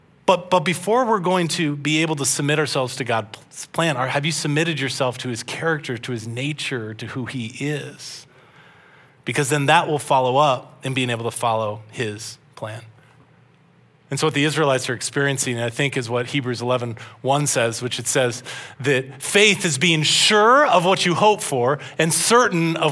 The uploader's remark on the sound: This message was originally preached at Highpoint Church on Sunday, March 19, 2023.